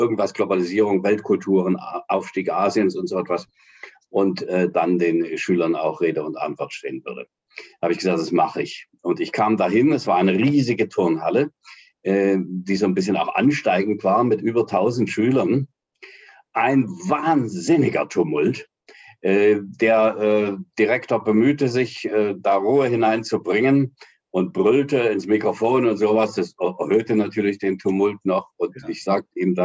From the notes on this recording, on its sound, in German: Das Treffen erfolgte über Zoom